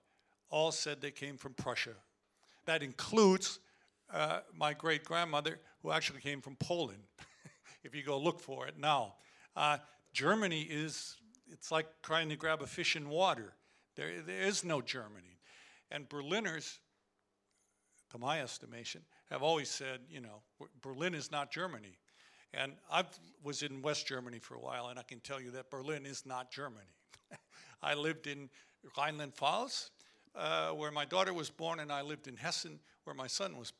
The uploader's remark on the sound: This show was recorded live